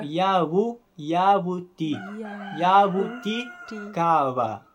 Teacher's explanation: Ele é igual ao B do espanhol, em certas ocasiões. É um B onde você não encosta os lábios. Você só fricciona eles de leve. · Term: B fricativo